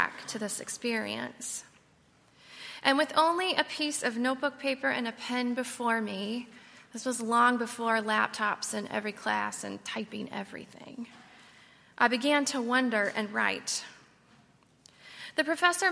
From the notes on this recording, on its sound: on Sunday, March 31, 2019, at Highland Baptist Church.